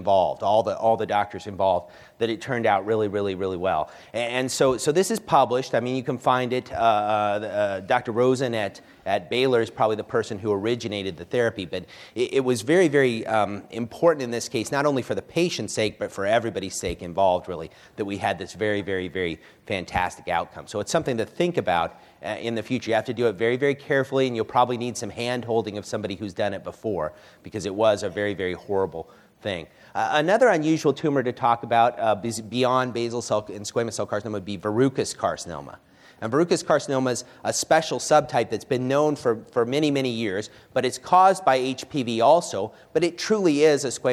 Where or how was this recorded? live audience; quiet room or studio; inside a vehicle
live audience